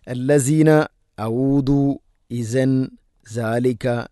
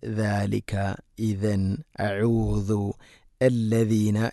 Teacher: അതുകൊണ്ട് സായോ ദായോ ഒന്നുമല്ല. ദാൽ ഉച്ചരിക്കുന്ന സമയത്ത് നാവിൻ്റെ അറ്റം മുൻപല്ലുകളുടെ ഇരുനിരകൾക്കിടയിലൂടെ അല്പം പുറത്തോട്ട് നിൽക്കണം. · Shown in: second take